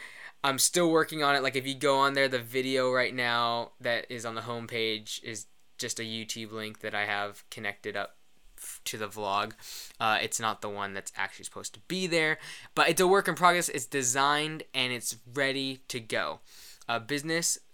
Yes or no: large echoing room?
no